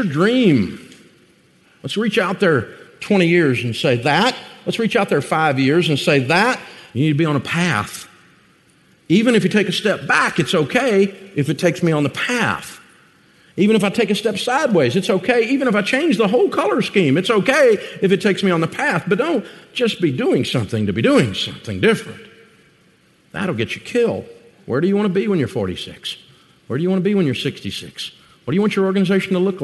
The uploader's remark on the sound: Live From Summit. We’re continuing our bonus content from EntreLeadership Summit. Two of this year’s 2,300 Summit attendees.